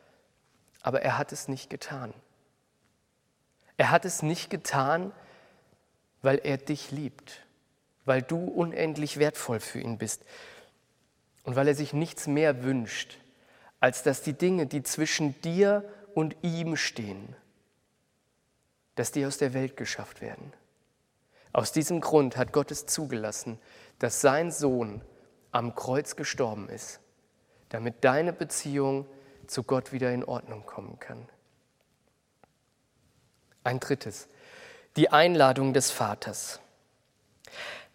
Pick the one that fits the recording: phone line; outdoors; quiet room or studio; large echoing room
large echoing room